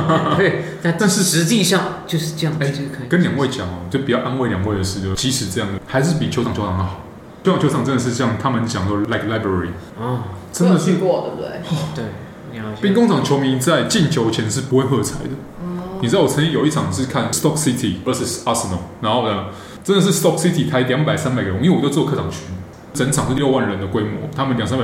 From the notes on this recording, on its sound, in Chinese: 台北東區酒吧內。錄音地點： Charlie's Sports Bar。